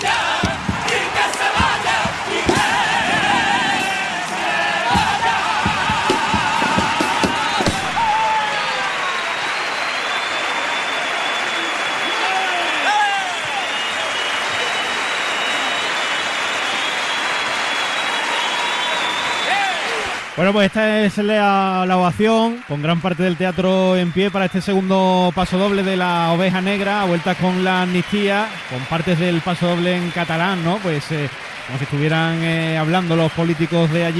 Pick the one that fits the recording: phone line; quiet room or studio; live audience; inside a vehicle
live audience